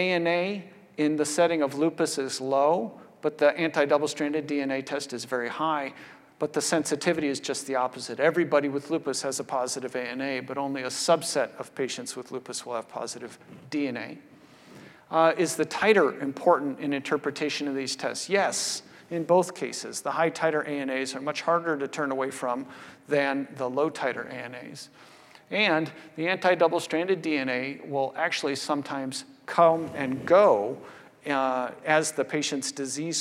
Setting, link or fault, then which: setting, large echoing room